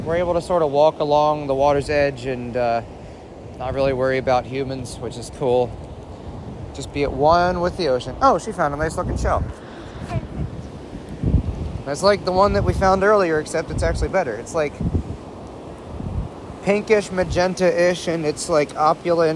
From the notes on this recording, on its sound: a real time episode of me walking around Florida, specifically Kennedy space Center in Cocoa Beach